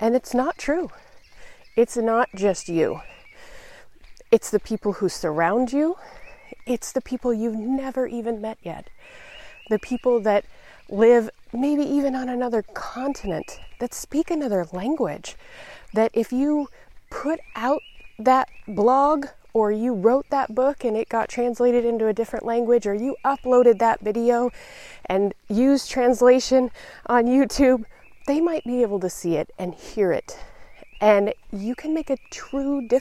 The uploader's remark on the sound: In this episode, I’m experimenting with recording my podcast while walking in nature.